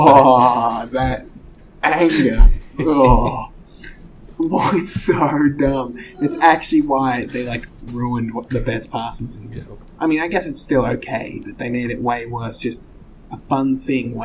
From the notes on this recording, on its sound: Unfortunately, the audio setup is not quite what I was aiming for this episode, with the house getting renovated the very echoey nature of the study has resulted in a bit of background noise.